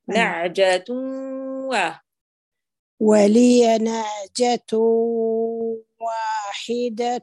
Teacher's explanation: زيدي الضغط الخيشومي في الإضغام الناقص بغنة 50% من الأنف